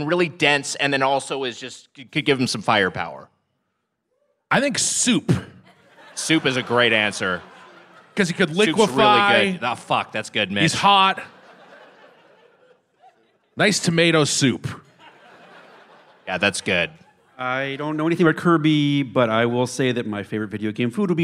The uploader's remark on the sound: Recorded live at Revolution Hall in Portland 5/1/22.